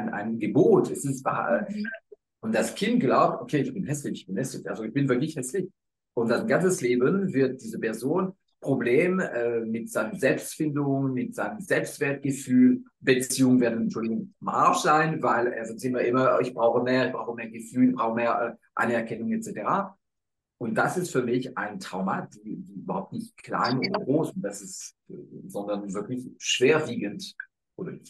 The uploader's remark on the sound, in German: Live auf Instagram sprachen wir über die Inhalte